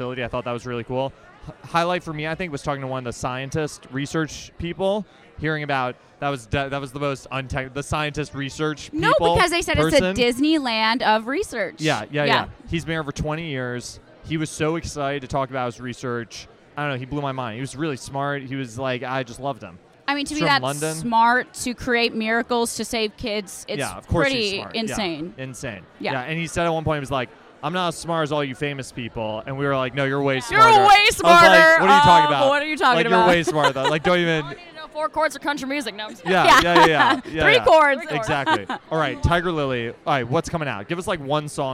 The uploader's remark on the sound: Live from St. Jude Children's Research Hospital. Live on the red carpet.